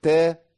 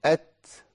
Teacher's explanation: في حال الحركة يقل الهمس، أما أقول تا غير لما أقول أت الهواء يزيد، النفس يزيد، لكن ما ينفعش أقول تا أت ده صوت مش هواء.